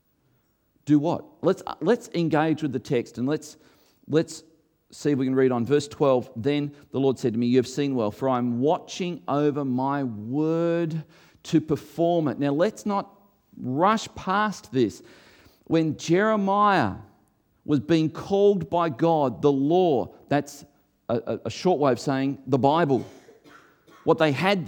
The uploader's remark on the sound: recorded before a live audience